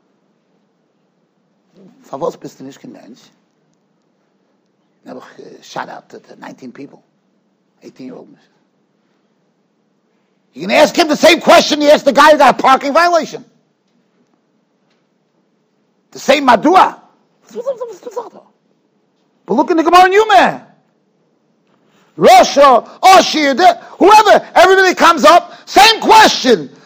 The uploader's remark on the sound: Shiur recorded in Yeshivas Ohr Reuven, Monsey NY.